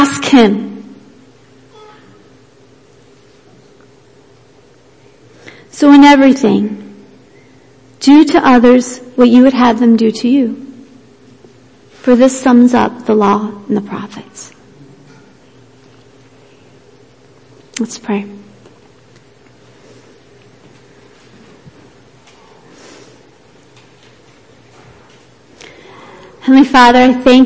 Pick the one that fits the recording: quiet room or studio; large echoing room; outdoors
large echoing room